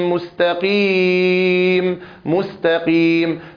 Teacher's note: وكذلك أيضا أمر الناظم بتدقيق السين إذا جاورها مرقق أو مفخم في قوله مستقيم وإنك لتهدي إلى صراط مستقيم مستقيم. فالسين هنا مجاورة للتاء، ينبغي الحرص على همسها ورخاوتها واستفالها وترقيقها وكذا على الصفير الذي فيها. ثم بعدها التاء مرققة ولكن التاء مجاورة للقاف، فبعضهم يقلبها مستا لا مستا مستقيم مستقيم هكذا.